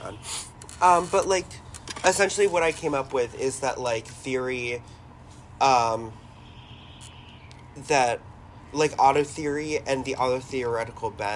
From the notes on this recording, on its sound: don't come at us about the sniffling